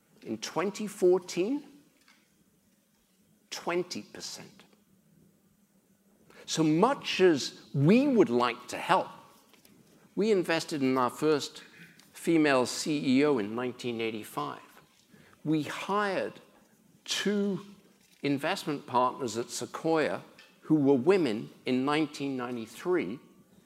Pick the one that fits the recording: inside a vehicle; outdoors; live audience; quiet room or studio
live audience